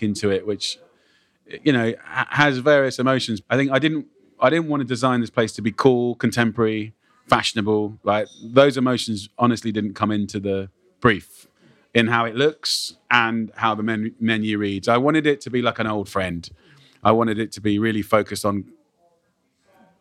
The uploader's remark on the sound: recorded on location at his new restaurant.